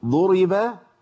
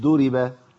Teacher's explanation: ضرب بقت بالدال، إحنا عايزين نبين الضاد · Shown in: first take